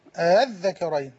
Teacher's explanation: هنجيب همزة بين الهمزة والألف · Term: تسهيل